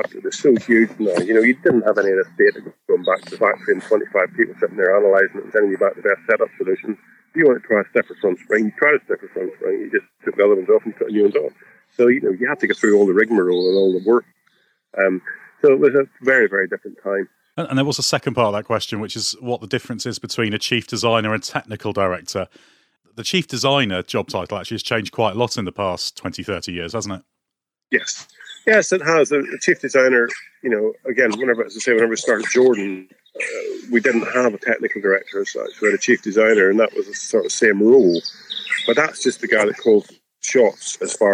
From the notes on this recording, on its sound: Apologies for the reduced audio quality, which was owing to circumstances beyond our control.